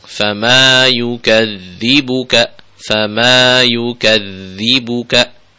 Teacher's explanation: fama, mimnya juga dibaca panjang · Term: mat tabi'i